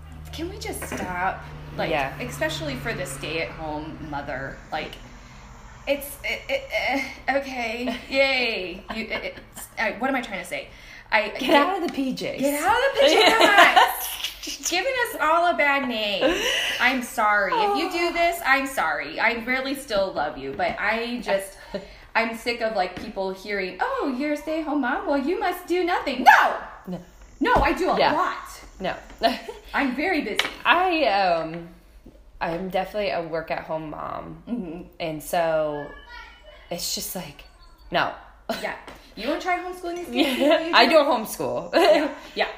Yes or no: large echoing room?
no